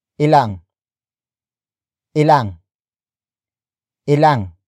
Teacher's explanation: And then we add the NG linker to indicate that the noun being asked for its amount is not the focus of the sentence. The N in ilan is then dropped, since it becomes silent when followed by NG.